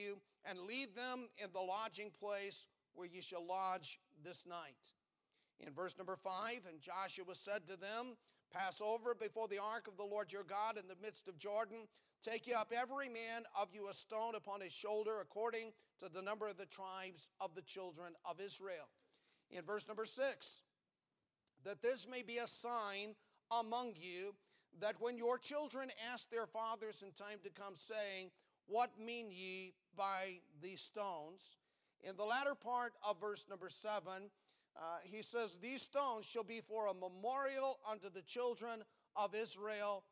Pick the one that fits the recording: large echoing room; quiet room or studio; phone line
large echoing room